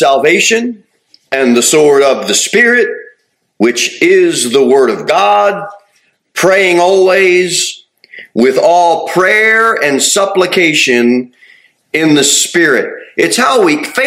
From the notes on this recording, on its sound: Sermon delivered at Pilgrim Baptist Church on Sunday, September 17, 2023, at 2-15 pm. Jere Whitson Rd. Cookeville, TN 38501.